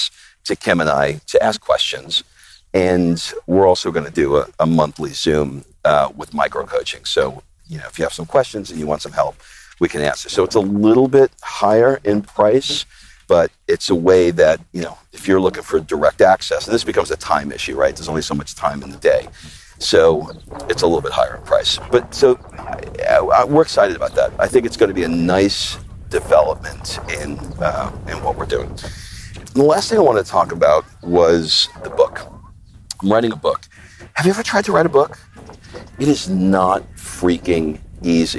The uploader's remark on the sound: I take a walk and talk